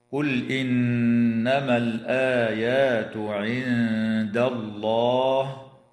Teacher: بلام الفعل، وحكمها هنا الإظهار، وتغن النون المشددة من كلمة إنما، وتخفى النون الساكنة عند الدال مع الغنة مرققة في كلمة عند · وتخفى النون الساكنة عند الدال مع الغنة مرققة في كلمة عند، وتفخم اللام بعدها في اسم الله لوقوعها بعد فتحة